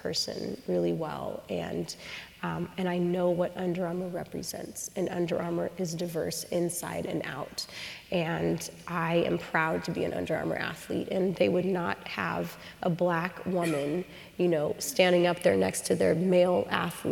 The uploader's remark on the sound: at UW’s Meany Hall on March 24, as part of UW Graduate School lecture series